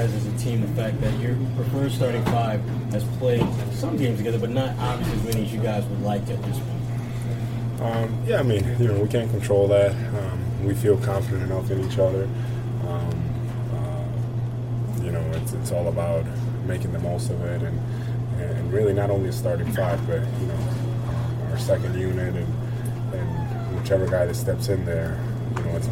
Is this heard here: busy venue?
yes